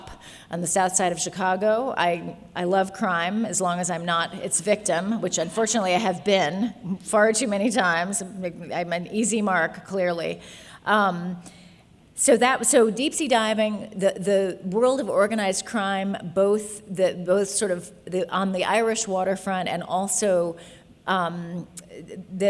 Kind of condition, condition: setting, live audience